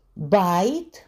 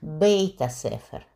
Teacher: А когда гласный происходит, находится в слабой позиции, то он, естественно, ослабевает, и тогда с ним происходят разные вещи, он меняется. Например, очень часто меняется «а» на «э» – «байт». Но причем это не просто «а», а это «а», которое было в смехуте «ай».